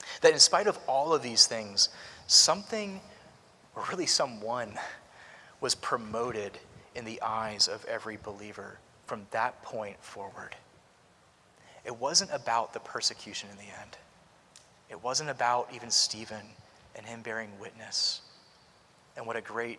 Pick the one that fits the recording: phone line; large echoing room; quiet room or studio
large echoing room